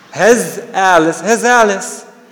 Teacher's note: So we did not add any sound. I just joined between the words. · Term: juncture